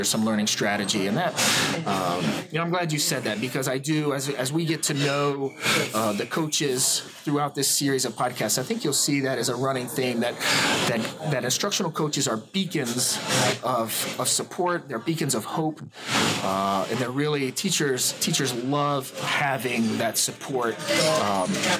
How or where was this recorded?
busy venue